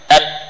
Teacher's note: Tapi ada rongga hidung yang terbuka dilewati oleh suara dengung pada nun.